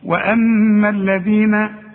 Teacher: طلع لسانك في الذال